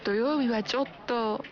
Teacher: Чотто означает дословно немного. Но растягивая окончание и ослабляя ударение, так что получается чё-то